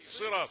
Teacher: صراط الصاد مفخمة في الدرجة الأخيرة